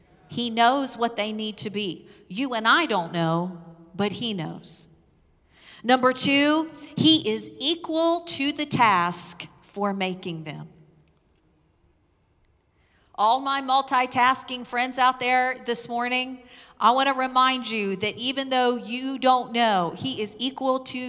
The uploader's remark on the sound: Recorded live on 5/9/21.